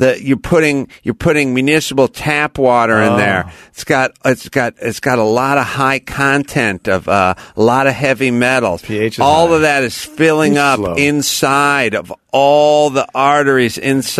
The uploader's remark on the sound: head straight to the phones this episode and speak to a variety of callers